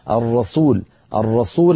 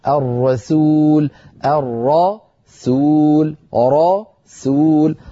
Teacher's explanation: لما تقول الرسول رقق السين ولا تترك العادة ولا تترك الإلف اللهجي يغلب عليك فتفخم السين فتصير شبيهة بالصاد · Shown in: second take · Term: سين مرققة